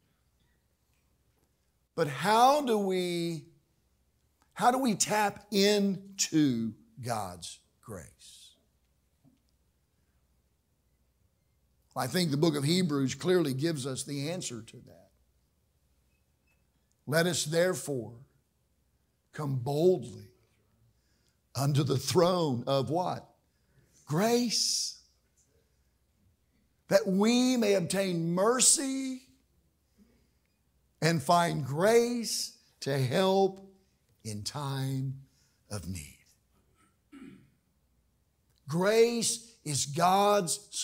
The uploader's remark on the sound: During the evening service.